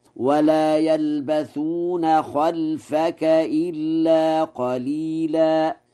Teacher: خلفك، بفتح الخاء وإسكان اللام من غير ألف